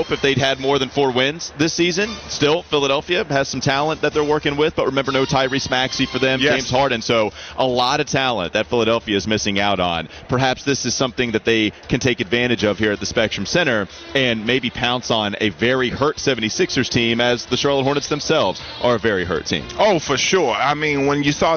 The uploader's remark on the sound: Joins live from the Charlotte FC watch party ahead of the U.S.'s World Cup match.